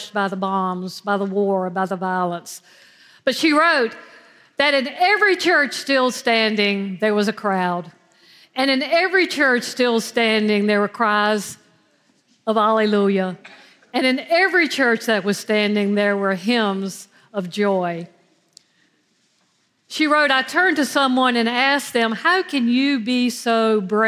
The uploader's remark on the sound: at Foundry United Methodist Church on Easter Sunday April 9th, 2023.